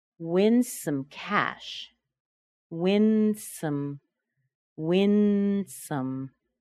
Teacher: Notice that the N is there, and then I'm already starting to make that S.